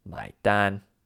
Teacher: The tones are my in the third tone and dan in the first tone.